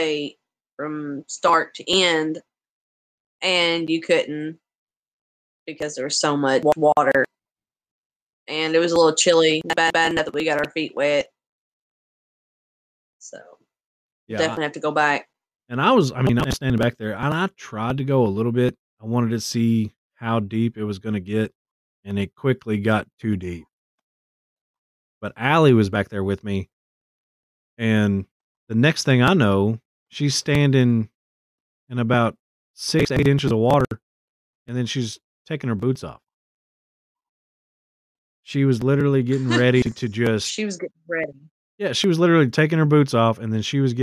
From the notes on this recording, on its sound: We realize that the audio in this episode is glitchy and are working to resolve the issue in future episodes.